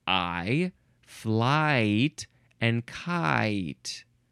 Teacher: The most common falling diphthong is I, found in words like I, flight, and kite.